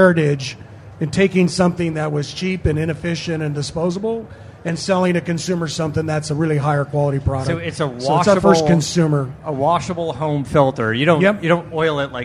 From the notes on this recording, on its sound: live in the K&N Booth at SEMA